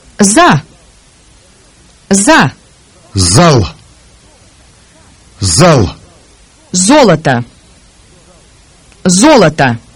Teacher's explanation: The Russian sound is the voiced partner of the voiceless S. The Russian Z sound is pronounced in the same position as the S sound, with the tip of the tongue pressed against the lower teeth and the front of the tongue raised slightly. Look at the diagram, listen, then repeat the following words.